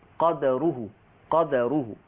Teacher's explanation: الفرش عندنا في هذه الآية فرش، عندنا لفظ قدره ومتعوهن على الموسع قدره وعلى المقتر قدره متاع، الدال مفتوحة، قرأ ورش بسكون الدال